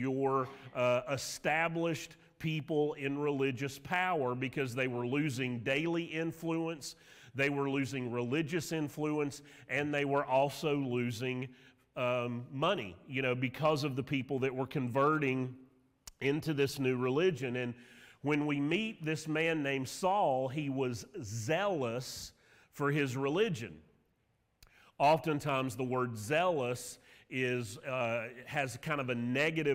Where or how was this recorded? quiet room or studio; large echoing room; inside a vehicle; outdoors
large echoing room